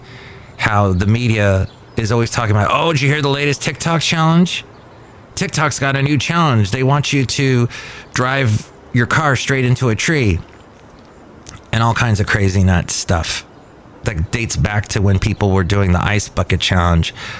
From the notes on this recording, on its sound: podcasts live from Cafe Anyway